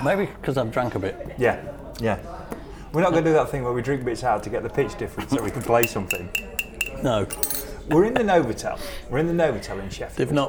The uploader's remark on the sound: Of course when you take your recording studio and plonk it in a crowded restaurant you do place yourself at the mercy of fate, and in this case it was a couple of old friends enjoying an early afternoon tea. By the sounds of their conversation we didn't disrupt them from having a lovely time.